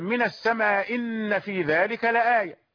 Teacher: هو يسقط الهمزة الأولى · Term: إسقاط الهمزة الأولى